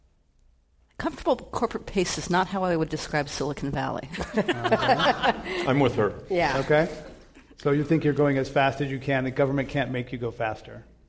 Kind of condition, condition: setting, live audience